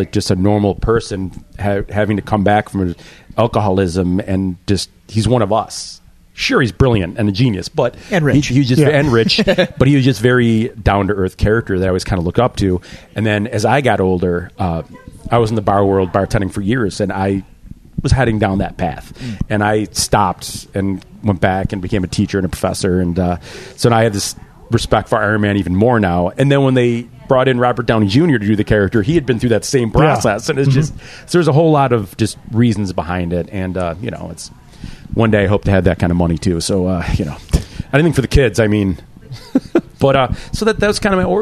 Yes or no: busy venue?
yes